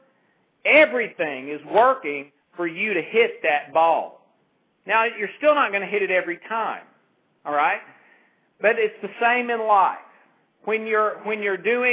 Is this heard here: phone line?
yes